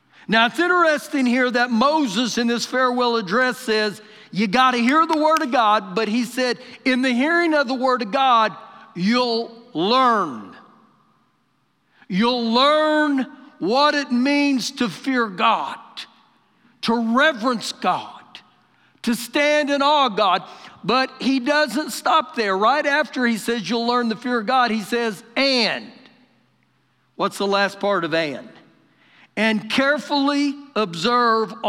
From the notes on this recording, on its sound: Recorded live during our Sunday morning service